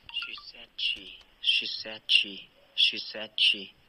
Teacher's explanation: she said she 这样三个音节单独都在送气